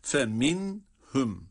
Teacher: Burada izhar var. Çünkü cezimle nundan sonra ha harfi gelmiş. Buranın okunuşunda nunda madem ki izhar var, yani nunun kendisini okuyacağız, o zaman hunne sıfatıyla birlikte okuyoruz.